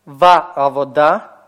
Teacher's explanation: союз огласован патахом, кратким гласным того же качества